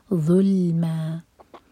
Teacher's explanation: ज़ो के लिए हमारी ज़बान ऊपर वाले दांत पर टच करेगी और फिर मुँह भर कर पढ़ा जाएगा